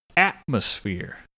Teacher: Atmosphere has three syllables, and the first syllable should be on the at